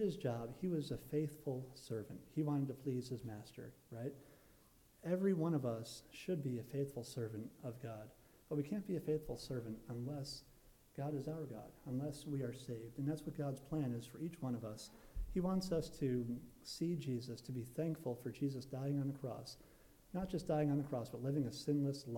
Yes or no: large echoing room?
yes